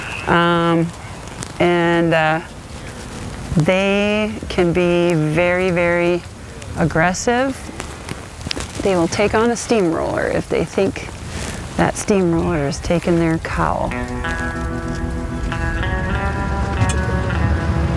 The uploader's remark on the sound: Riding with the Herd on Location at the Buffalo Round Up South Dakota. Recorded on-location, this audio adventure is designed to do more than just let you hear what it’s like to be there. Produced by Armchair Productions, the audio experts for the travel industry . Field recording and audio production.